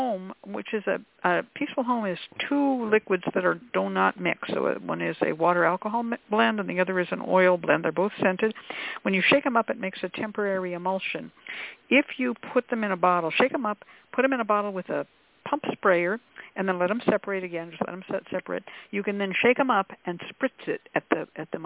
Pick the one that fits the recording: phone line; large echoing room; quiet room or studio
phone line